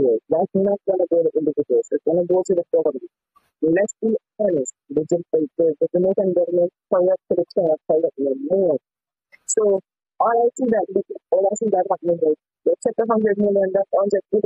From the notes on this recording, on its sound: Bear with us y'all the audio was a bit shaky